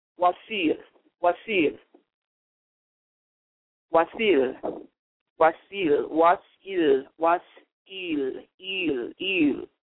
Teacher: We roll the R's a lot in Semitic language. The rolled R later became interpreted as the D sound, a soft D sound, or the L sound.